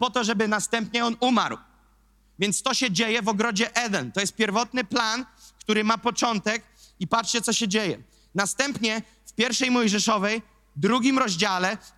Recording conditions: large echoing room